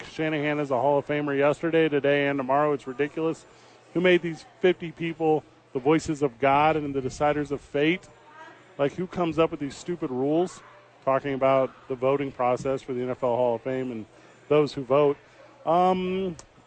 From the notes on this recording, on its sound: live from Isotopes Park